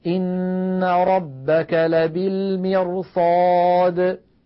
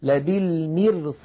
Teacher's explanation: صاد مفتوحة، والصاد كما مر معنا من حروف خص ضغط ينقض، فالراء تتفخم تأثرا بجارتها الصاد المفخمة · Shown in: first take